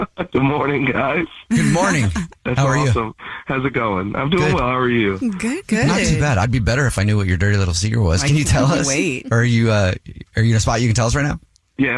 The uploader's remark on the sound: We have a listener on the phone